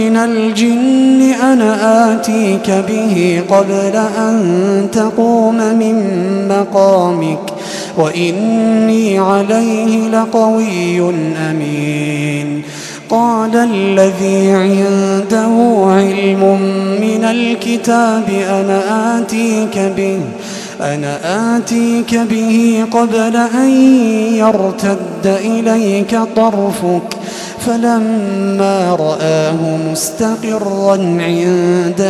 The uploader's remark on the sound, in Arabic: تسجيلات من صلاة التراويح لشهر رمضان عام 2016